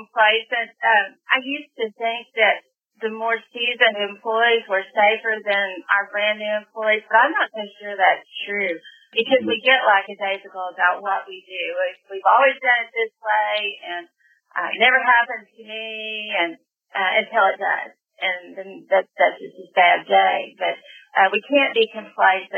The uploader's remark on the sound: The audio is a little rough